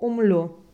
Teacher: поскольку там слово «умлю» заканчивается на «у», а показатель А, они вместе сливаются, и получается О